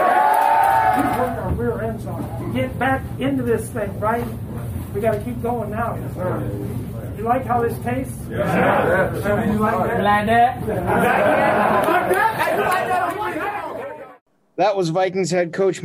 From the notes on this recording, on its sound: Postgame sound from the locker room and the podium.